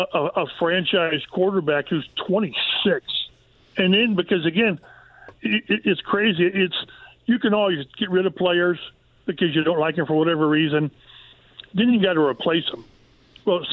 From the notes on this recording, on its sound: They then open up the phone lines and take some calls from listeners!